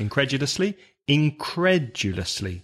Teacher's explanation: and incredulously, stress the second syllable. Now, that's a long word, five syllables, incredulously, incredulously, stress the second, incredulously.